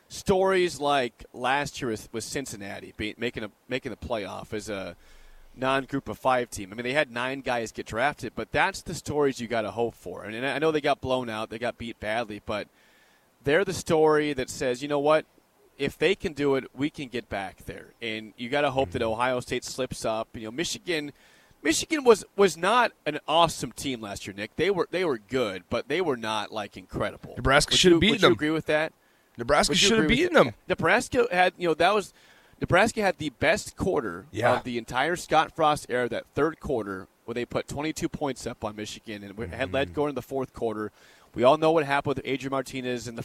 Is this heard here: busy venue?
yes